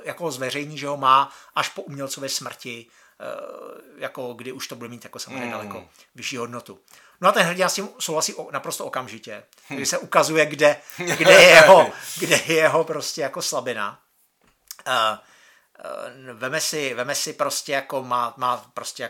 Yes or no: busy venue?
no